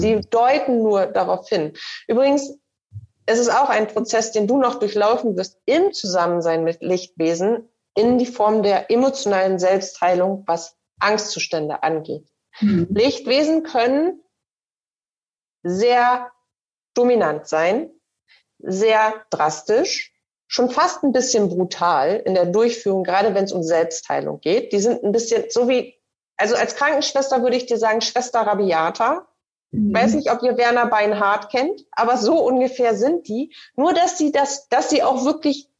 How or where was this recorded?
video call